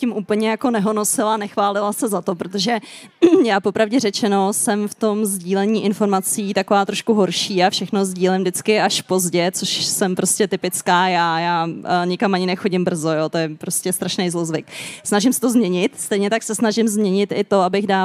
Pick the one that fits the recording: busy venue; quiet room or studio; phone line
busy venue